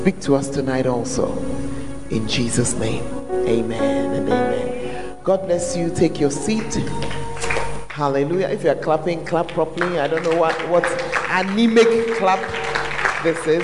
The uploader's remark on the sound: Preached at the Tuesday Service